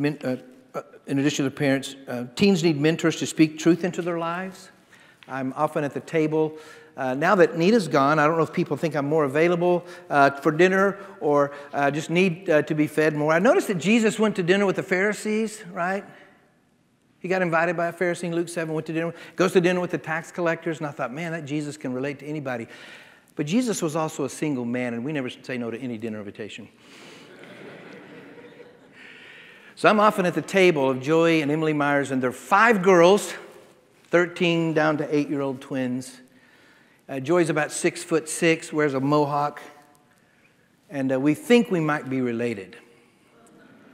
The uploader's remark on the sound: The Road Family Conference in 2019